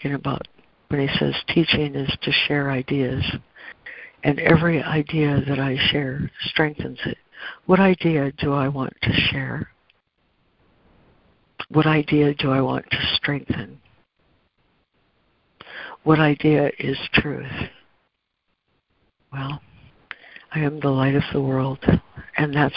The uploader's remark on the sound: ACIM Daily Conference Call